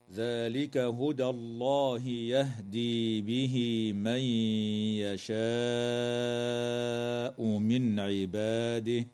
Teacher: ترقق الدال في كلمة هدى وتفخم اللام بعدها في اسم الله تعالى، وتوصل هاء الضمير في قول الله تعالى به من بياء تمد بمقدار حركتين من قبيل مد الصلة الصغرى، وتدغم النون الساكنة في الياء مع الغنة من قول الله تعالى من يشاء · وتظهر النون الساكنة عند العين في قوله تعالى من عباده